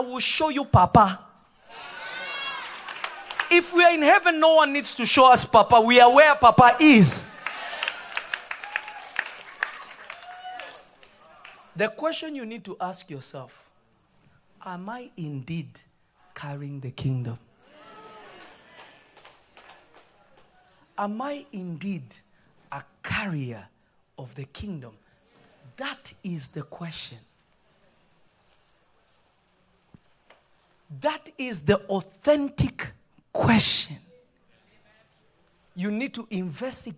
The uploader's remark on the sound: This episode was recorded on Jun 15, 2023 at Prophetic Service at Revelation Church in Simi Valley.